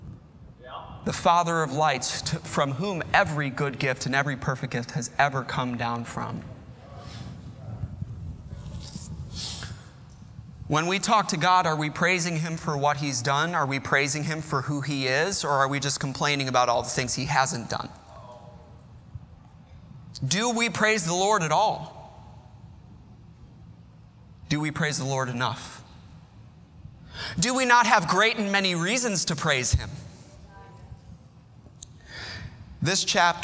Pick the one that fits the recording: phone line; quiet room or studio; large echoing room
large echoing room